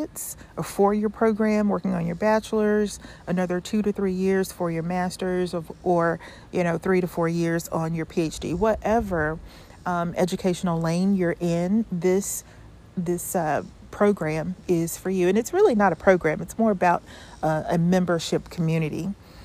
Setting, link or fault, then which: fault, wind noise